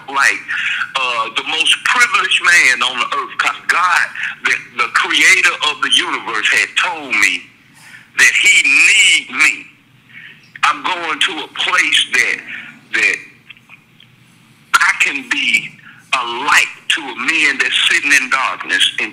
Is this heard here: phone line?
yes